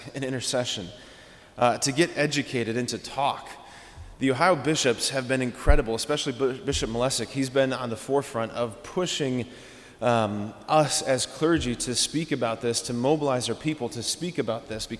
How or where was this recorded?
large echoing room